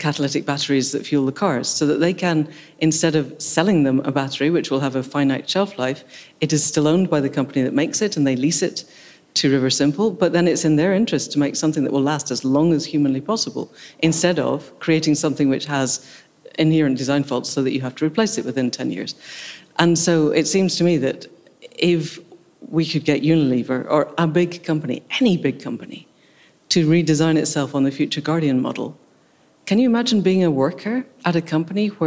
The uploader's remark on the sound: This is an Accidental Gods bonus Episode recorded at the Marches Real Food and Farming Conference held at Linley Estate in Shropshire in September. This was actually recorded in a barn.